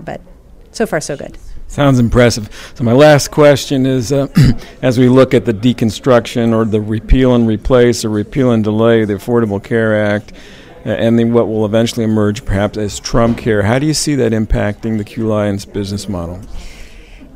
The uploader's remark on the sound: Live from #WinterTech.